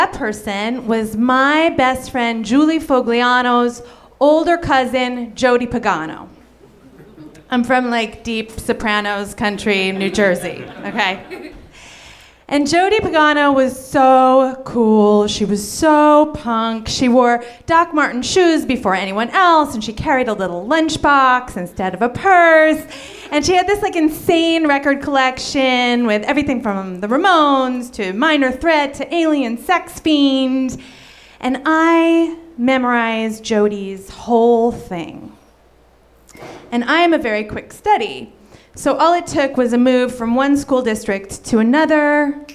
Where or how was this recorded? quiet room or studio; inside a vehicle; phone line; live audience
live audience